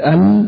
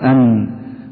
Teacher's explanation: طرف اللسان مع ما يحاذيه من اللثة العليا، ويخرج منه النون · Shown in: second take · بعد مخرج اللام، تقول أل بعد منه أن.